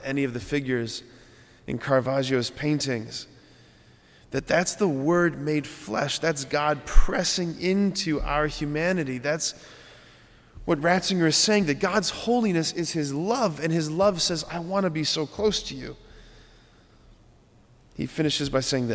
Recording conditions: large echoing room